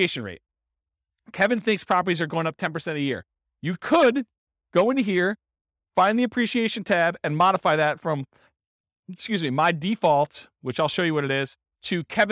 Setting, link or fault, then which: setting, live audience